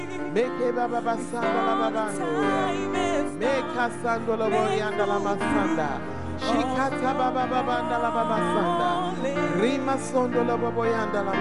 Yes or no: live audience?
yes